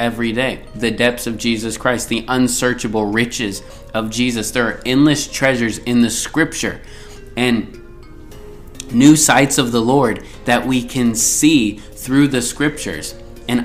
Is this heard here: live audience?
no